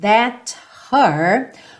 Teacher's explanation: Como esse H, her, não é um fonema forte, ele às vezes acaba sendo suprimido quando você vem de um T